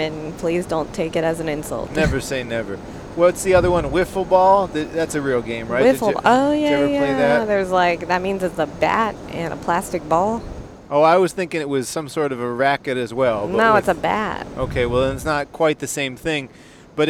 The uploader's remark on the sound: On a long car ride